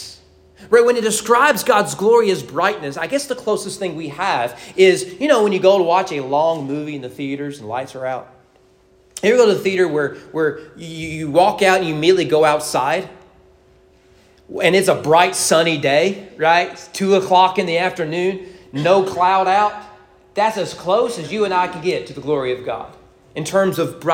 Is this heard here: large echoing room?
yes